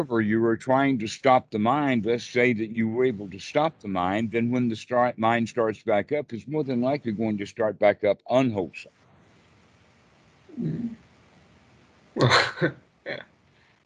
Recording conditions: video call